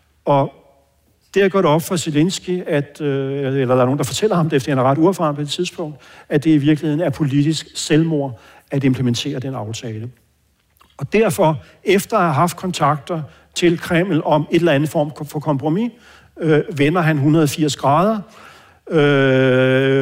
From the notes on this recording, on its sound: med podcastens lyttere til en live-optagelse af Fri Ukraine